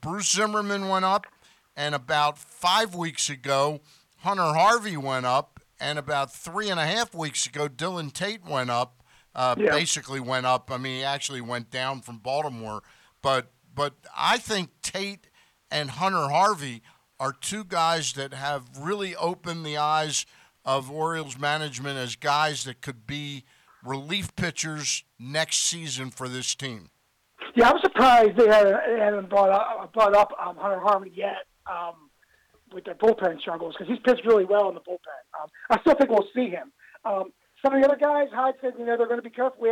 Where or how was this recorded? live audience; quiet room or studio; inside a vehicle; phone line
phone line